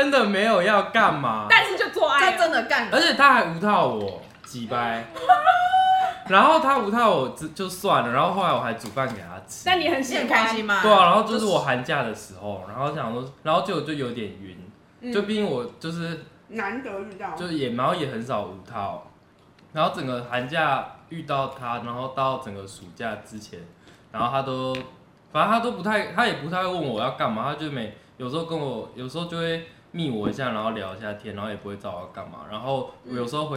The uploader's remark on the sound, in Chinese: 本集節目邊吃晚餐邊錄音，有大量咀嚼聲請注意。